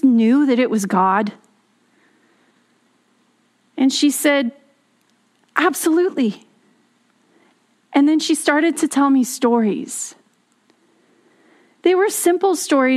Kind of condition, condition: setting, large echoing room